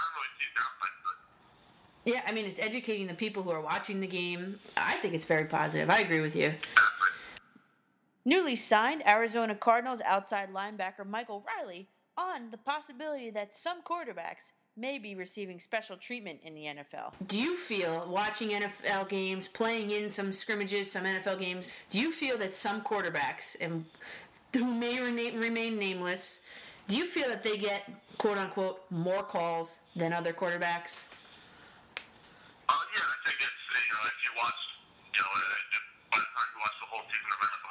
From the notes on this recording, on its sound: Phone interview